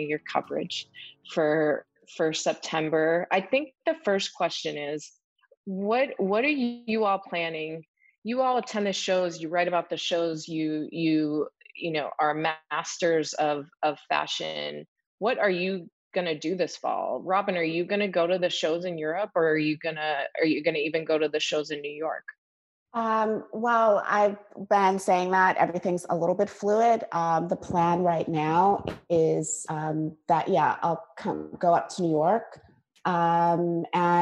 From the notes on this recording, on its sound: LONDON, United Kingdom. Virtual panel discussion.